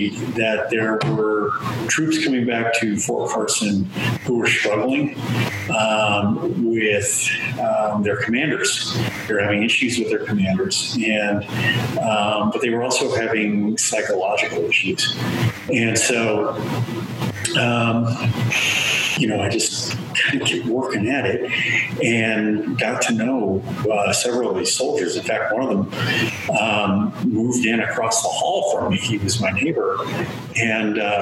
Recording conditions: poor sound quality